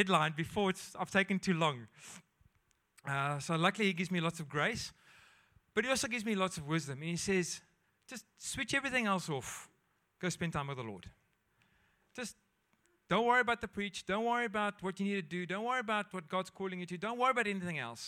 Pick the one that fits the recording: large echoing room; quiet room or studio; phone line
large echoing room